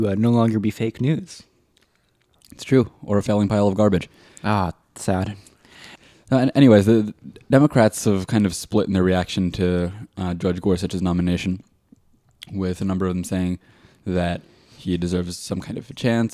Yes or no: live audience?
no